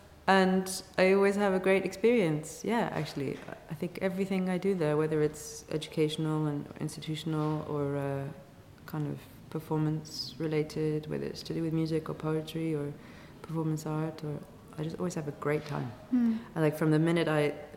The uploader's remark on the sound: Recorded 12 December 2019 in the chapel at Oxford House.